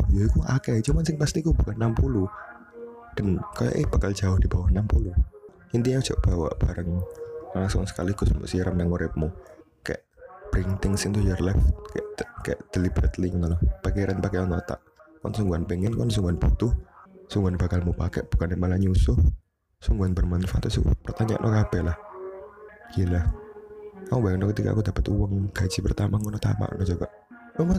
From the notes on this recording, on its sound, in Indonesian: maap audio jelek.